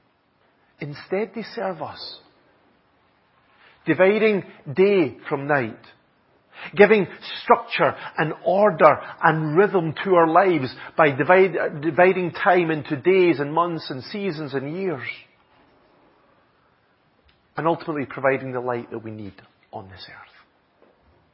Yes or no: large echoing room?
yes